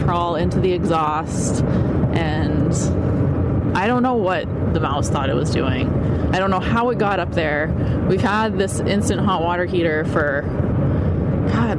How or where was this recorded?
inside a vehicle